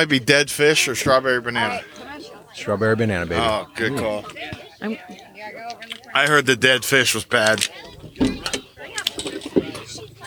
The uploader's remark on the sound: We are live at Eljer park. With live on air commentary.